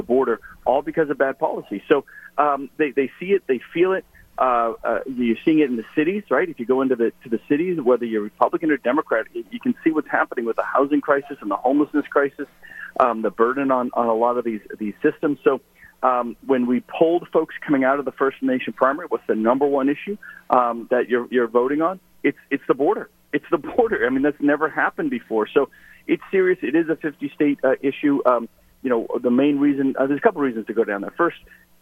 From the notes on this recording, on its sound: called into GMNH